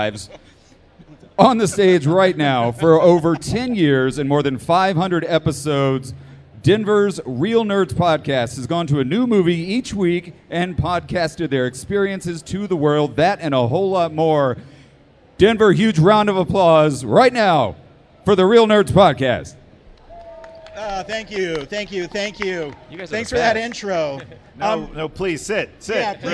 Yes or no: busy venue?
yes